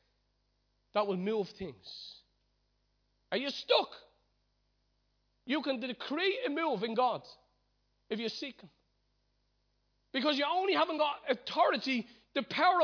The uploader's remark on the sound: Recorded live at Liberty Church on 5th May 2019